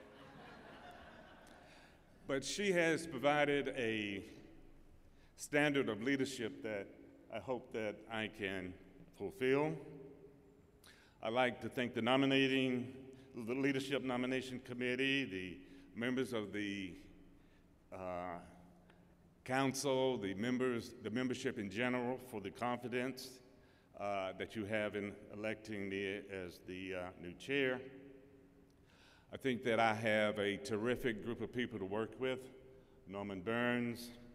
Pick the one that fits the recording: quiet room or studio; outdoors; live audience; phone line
live audience